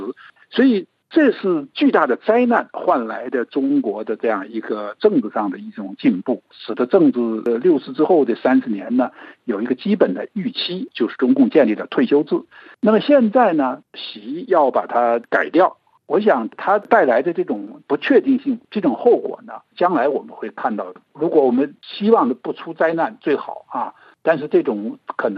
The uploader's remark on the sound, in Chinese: 接受本台电话采访。